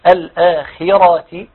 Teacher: الآخرة تفخيم الراء لأنها الدرجة رقم 2 في المفخمات